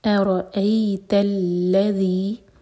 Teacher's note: ذال کے لیے ہماری زبان اوپر والے دانت کو ٹچ کرے گی اور تھوڑی سی ٹپ باہر ہوگی